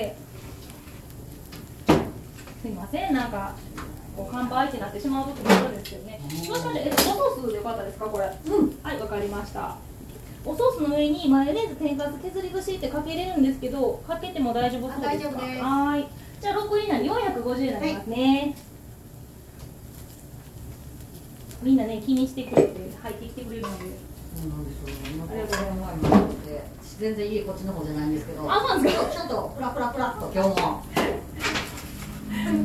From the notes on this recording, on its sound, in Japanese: From Radiotalk。一緒にたこ焼きが焼ける音も楽しんでね。